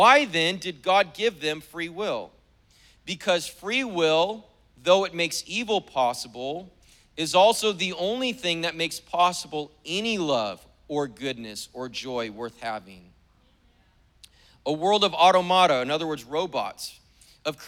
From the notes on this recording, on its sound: was preached on May 1st at the 10AM service